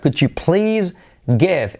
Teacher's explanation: la D con la Y se convierte en chu-chu-chu